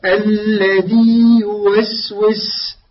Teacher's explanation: الياء الأولى ياء مادية، الياء الثانية ياء غير مادية تخرج من شجر اللسان